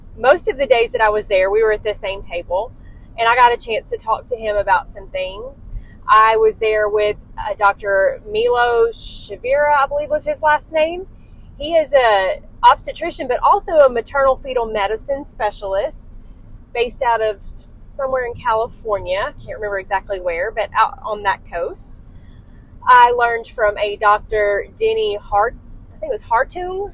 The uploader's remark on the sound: DISCLAIMER -- The audio on this episode is less than desirable! I was driving home and was too excited to wait to record so i did it while in the car. Please forgive the bad audio and road noise. This episode was recorded during my drive home so the audio is less than desirable.